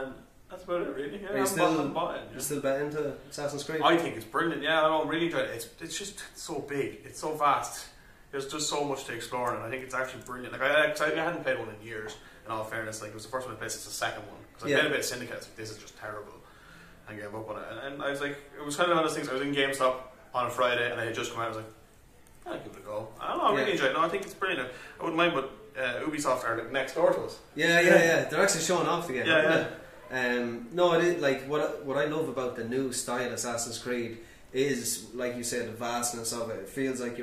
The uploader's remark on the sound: We are live from Gamerfest 2018 in Galway city!